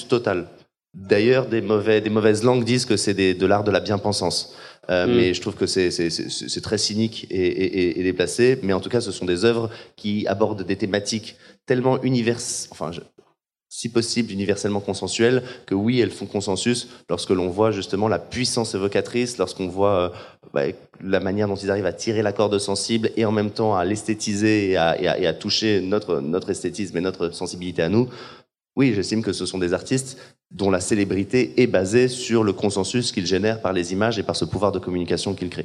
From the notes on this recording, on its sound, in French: Episode Spécial Live à HOBA. Cet épisode était enregistré chez HOBA, un lieu qui accueille des événements autour de l'alimentation durable.